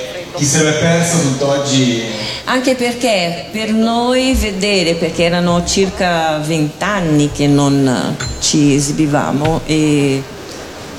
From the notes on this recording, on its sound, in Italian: Dal palco centrale di Lucca Comics & Games 2018